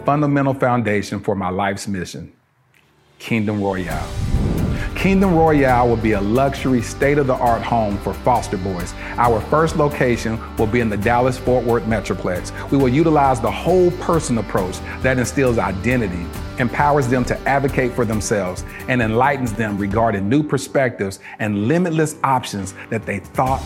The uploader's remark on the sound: Recorded at the Self Love Soirée